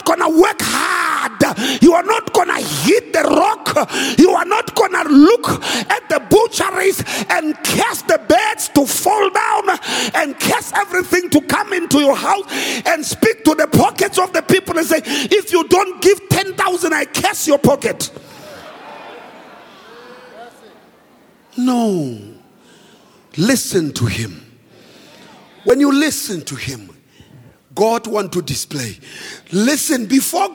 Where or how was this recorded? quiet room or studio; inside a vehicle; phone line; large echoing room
large echoing room